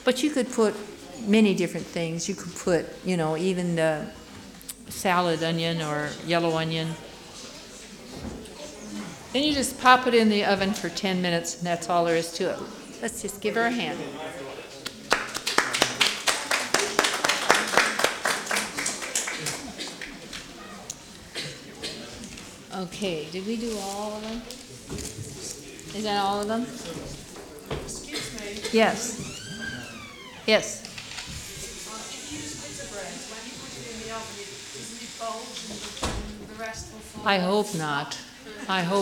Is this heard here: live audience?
yes